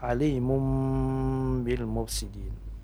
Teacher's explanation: Ada dhammatain bertemu dengan huruf ba, ini namanya iqlab, ya. Iqlab berubah suara jadi mim